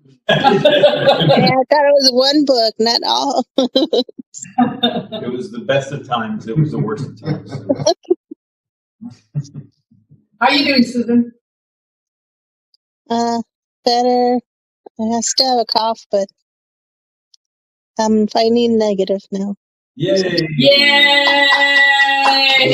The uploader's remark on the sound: First off, please pardon our sound quality. It was out first time recording in person together and our audio set up was new to all. Even after attempting to correct the issues in post, our audio was still sub par.